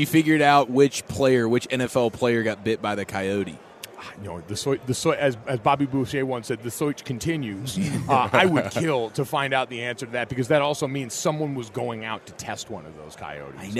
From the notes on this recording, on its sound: Joins the Nation live from Super Bowl Radio Row.